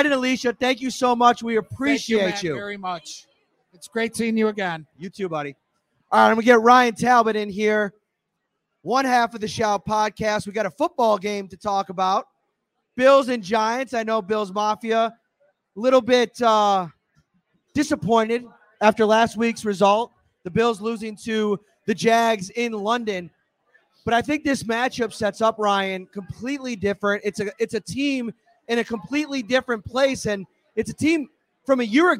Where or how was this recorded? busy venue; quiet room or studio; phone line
busy venue